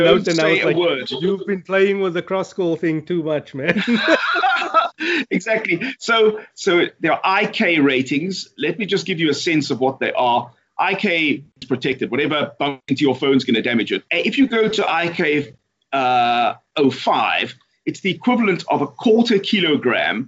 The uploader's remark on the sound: Hardware woes slow down South Africa's most accessible consumer technology podcast this week, but that's what you get for live testing new devices... Apologies for the poor audio quality. Via Skype.